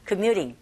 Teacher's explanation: u라는 모음과 e라는 모음 사이에 껴있어서 t 사운드가 flap 현상에 의해서 r 소리에 가깝게 들려지게 됩니다.